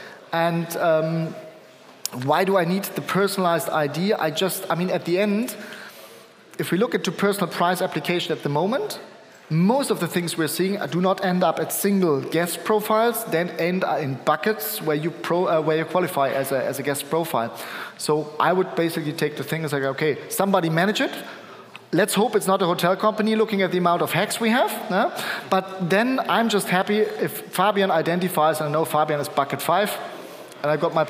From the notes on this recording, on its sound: Our main stage recording, powered by Duetto.